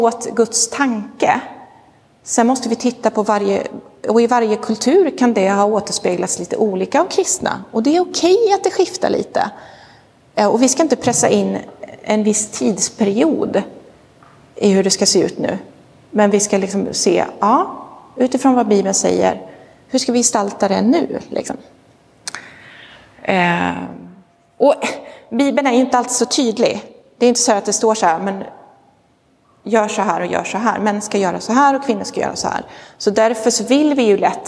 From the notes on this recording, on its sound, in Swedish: Inspelad i Roseniuskyrkan